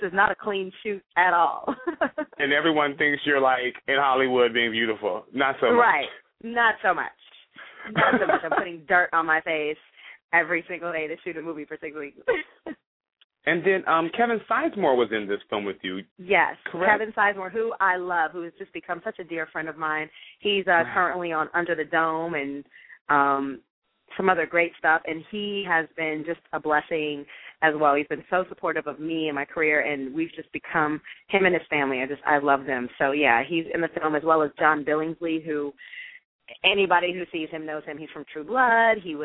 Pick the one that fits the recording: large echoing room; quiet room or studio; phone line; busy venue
phone line